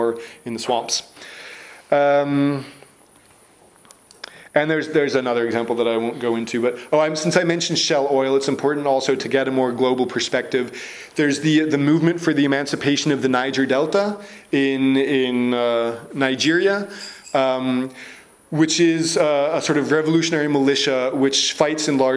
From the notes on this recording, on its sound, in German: Zusammenschnitt und Audioaufnahme einer Kritik an dem Konzept der Gewaltfreiheit. Aus Rücksicht auf das Publikum wurden die gestellten Fragen aus dem Mitschnitt entfernt.